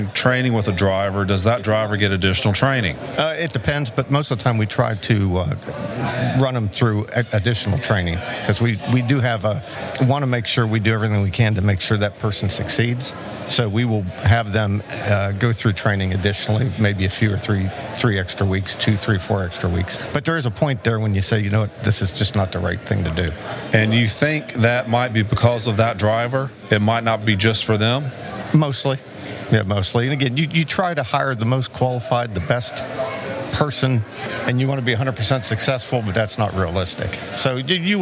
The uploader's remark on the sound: This podcast was recorded at the 2021 Annual Meeting of the South Carolina Trucking Association in Myrtle Beach, SC.